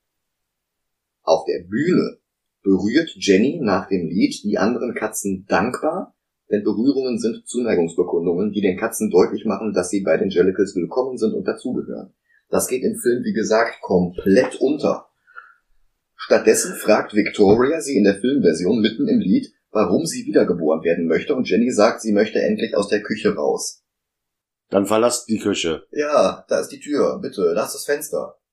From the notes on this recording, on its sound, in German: Die Soundqualität ist kein Aprilscherz, sondern ein Unfall. Mehr konnte ich aus der Aufnahme leider nicht herausholen.